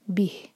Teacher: اگر یہاں رکیں گے تو پھر ہا کو ساکن کر کے رک جائیں گے بہ. تو یہ ہوا وَأَسِرُوا قَوْلَكُمْ أَوِجْهَرُوا بِهِ.